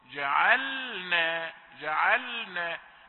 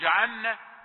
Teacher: سكون اللام يجعلها واضحة الصوت عن النون · Shown in: first take · جعلنا، جعلنا، لا تقل جعلنا.